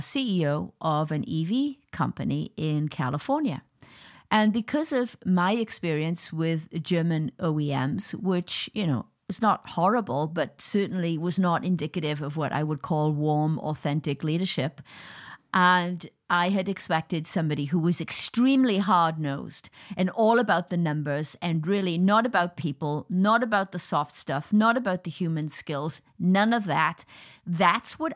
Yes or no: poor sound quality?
no